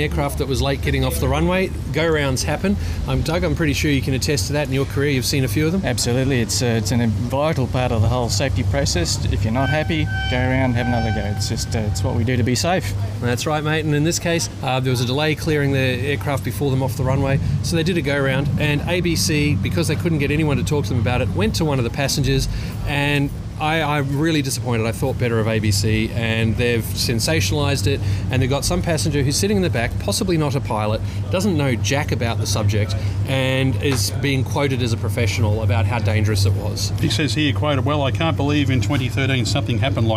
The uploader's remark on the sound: Recorded on the banks of the Yarra River in Melbourne near Princess Bridge (sheltering from the rain).